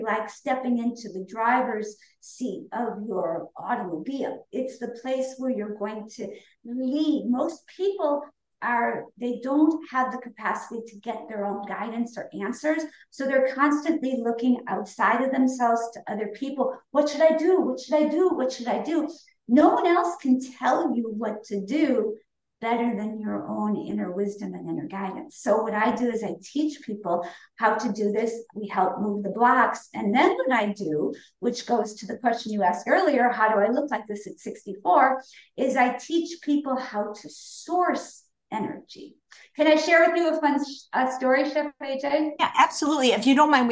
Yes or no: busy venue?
no